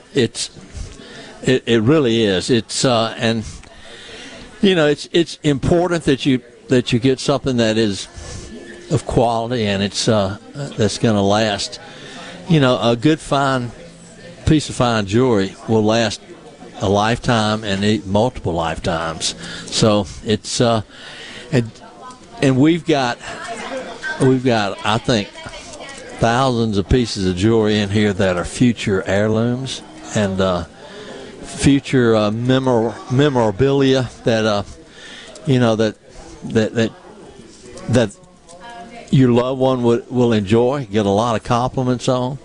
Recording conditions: busy venue